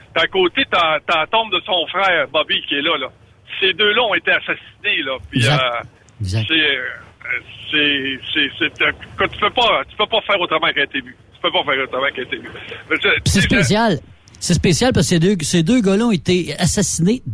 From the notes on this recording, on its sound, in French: live sur la route